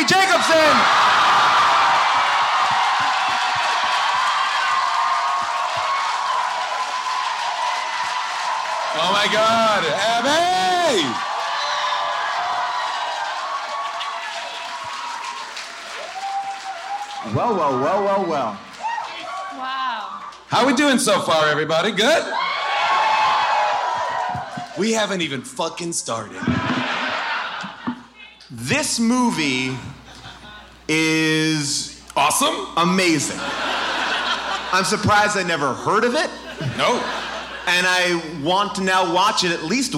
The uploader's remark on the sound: Recorded LIVE from Irving Plaza in New York